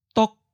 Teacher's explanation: Eighth tone, high stop